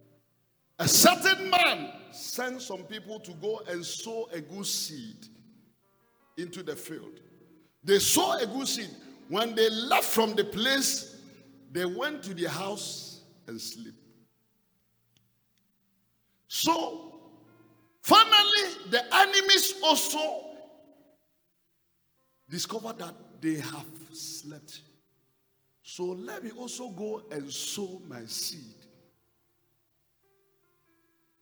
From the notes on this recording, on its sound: Preached in the first service on 23rd January 2022